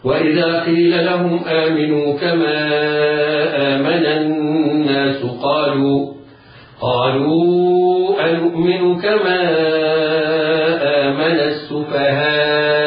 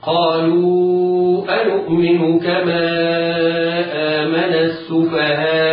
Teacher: وإن راعيت الهمزة والسكون معا تمد مد المشبع بمقدار ست حركات · Shown in: second take